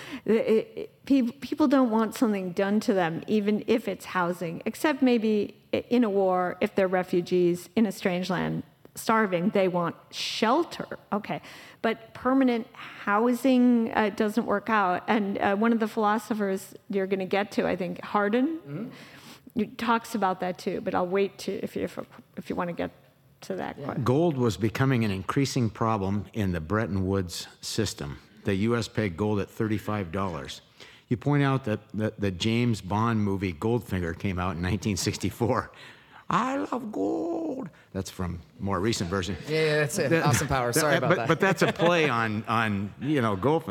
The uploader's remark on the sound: live podcast recording at the 2023 Smead Investor Oasis